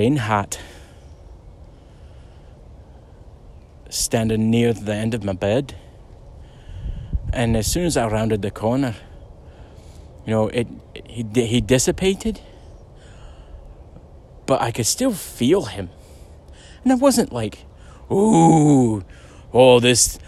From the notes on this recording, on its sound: A ghost story recorded on a hike through FW Kent Park.